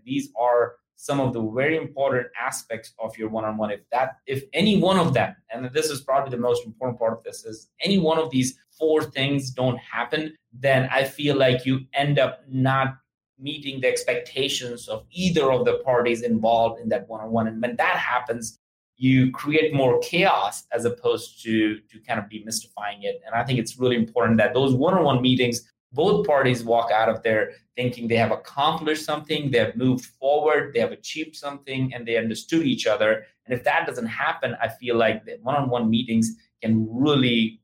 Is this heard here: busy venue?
no